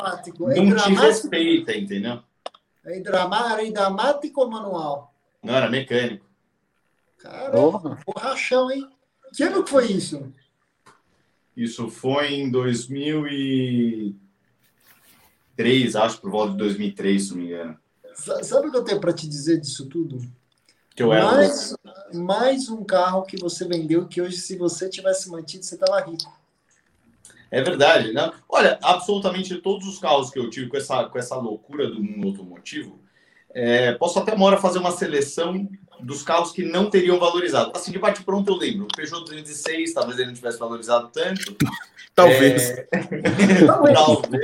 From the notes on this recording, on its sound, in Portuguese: Gravada ao vivo via youtube